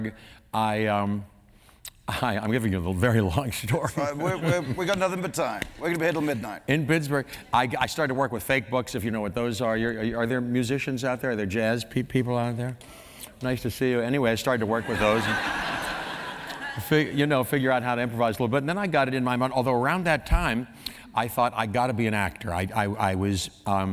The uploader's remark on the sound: The conversation was recorded on November 11, 2018 in front of a live audience at New York’s 92nd Street Y.